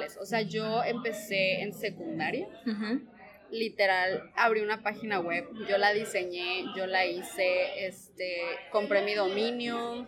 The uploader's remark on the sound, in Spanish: Grabamos en una casa del té, por eso se escucha ruido.